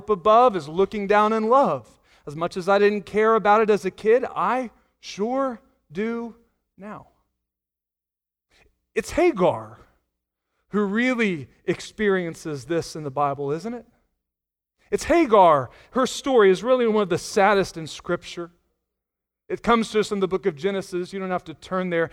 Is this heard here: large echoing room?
yes